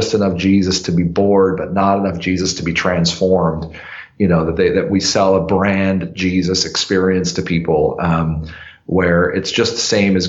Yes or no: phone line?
no